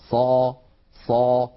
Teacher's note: بالنسبة للاستعلاء والاستفال هي صفة، هي حرف مستعل لأنها من حروف خص ضغط قض، فالصاد فيها صفة الاستعلاء، والذي يترتب على ذلك هو التفخيم، فالتفخيم ناتج من نواتج الاستعلاء. ص ص، نجد بأن صوت الصاد يتصعد إلى أعلى الفم لأن هذا هو الاستعلاء. الاستعلاء هو تصعد الصوت إلى الحنك الأعلى عند النطق بالحرف المستعلي.